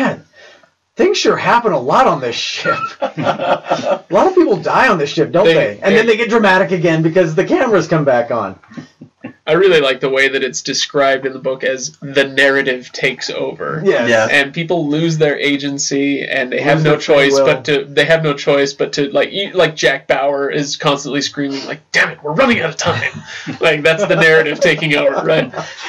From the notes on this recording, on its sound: The audio quality on this episode is terrible. When you can't get the mics to work right, what do you do? You record anyway!